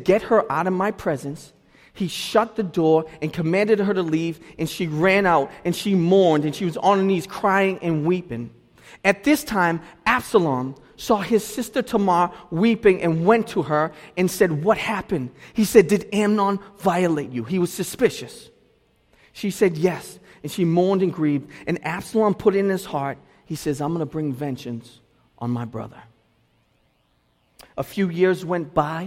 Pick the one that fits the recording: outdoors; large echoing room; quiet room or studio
large echoing room